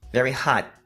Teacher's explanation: a gente faz a articulação do T e não pronuncia